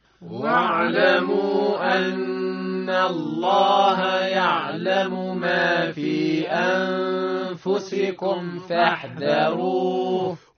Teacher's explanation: فاحذروه الذال مرقق والراء مفخم